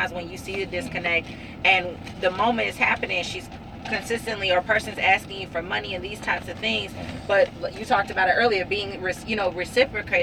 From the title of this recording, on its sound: In The Truck